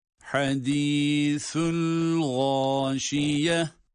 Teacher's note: Hadisul, hadisu, sa harfi peltek.